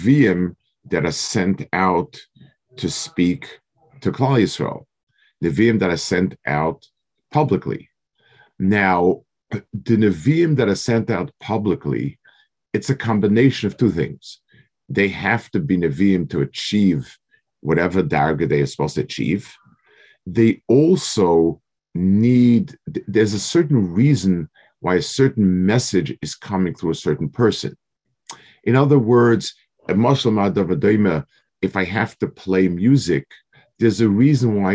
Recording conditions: video call